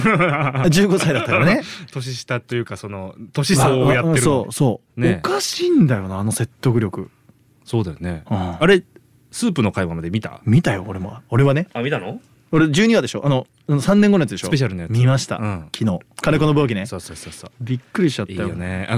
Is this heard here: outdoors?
no